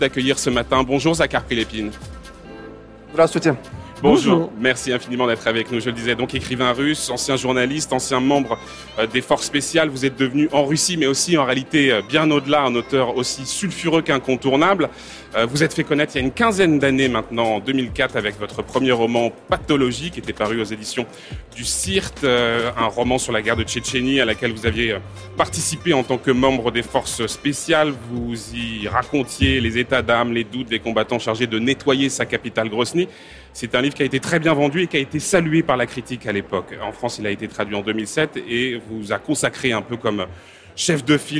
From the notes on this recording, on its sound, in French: En direct du Salon du Livre